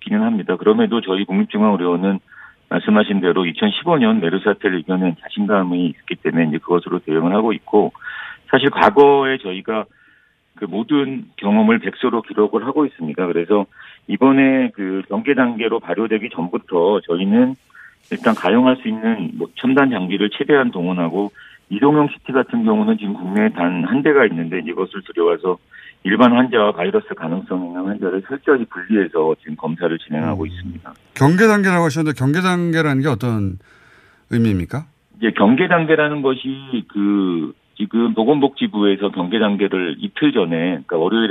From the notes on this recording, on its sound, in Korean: 전화연결.